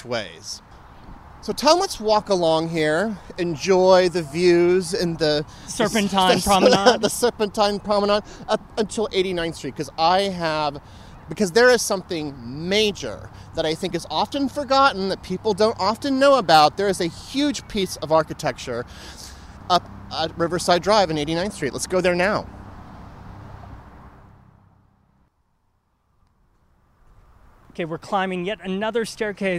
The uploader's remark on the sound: We visit the park itself to give you the full dynamic sound experience, reviewing Riverside's most spectacular attractions.